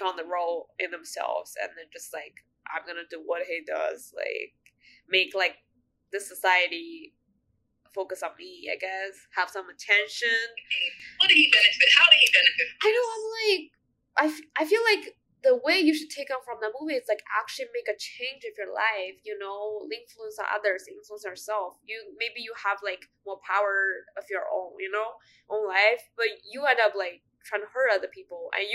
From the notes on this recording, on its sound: First, I would like to apologize for the bad quality of the sound in this episode. We were experiencing some audio issues while recording it. I tried my best to edit the audio to make it sound better.